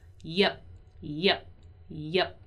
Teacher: You're not going to really pronounce the P in a very strong way, in a very stressed way, right? You're just going to shut your lips.